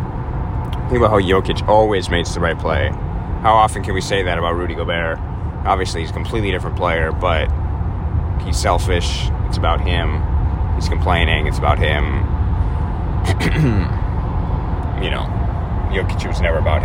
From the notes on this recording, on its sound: all live from his Toyota Camry somewhere in North Carolina